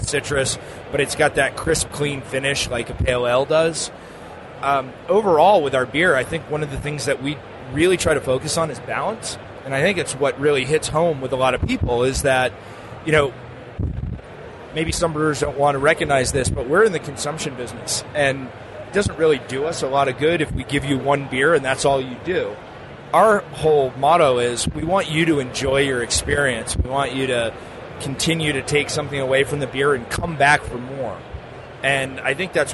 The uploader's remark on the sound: This interview was recorded at the 2016 Great American Beer Festival in Denver.